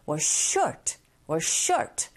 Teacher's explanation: 그리고 어찌됐건 was는 비동사인지라 기능어에 속하죠. 그래서 강세가 없어요. 그래서 short의 강세를 줘야 되니까 was short, was short 이렇게 발음하시면 되고요